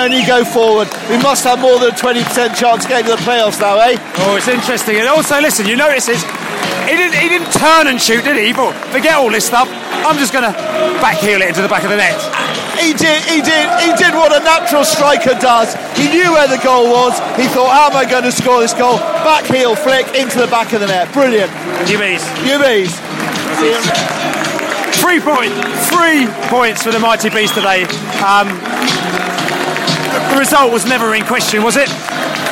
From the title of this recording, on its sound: post-match podcast from the pub